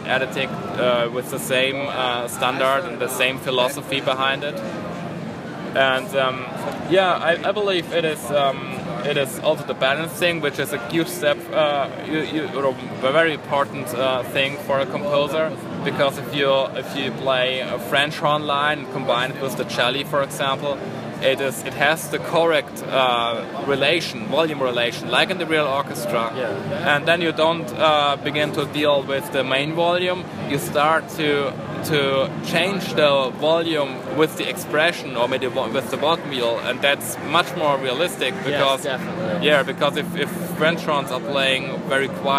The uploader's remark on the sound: Live from NAMM 2016